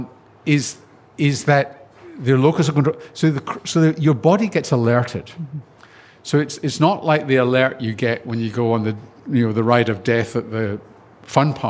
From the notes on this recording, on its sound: Over lunch at Montalto Winery. This event was recorded on Thursday 29 September 2022 at Montalto.